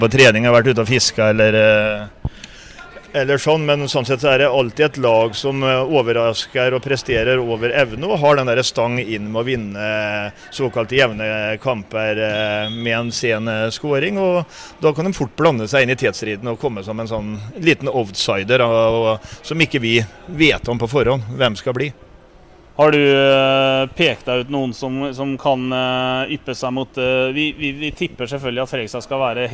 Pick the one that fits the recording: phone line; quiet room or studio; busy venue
busy venue